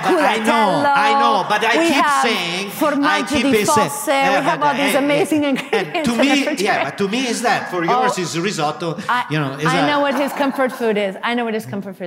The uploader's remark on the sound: at Refettorio Felix in London for a special live recording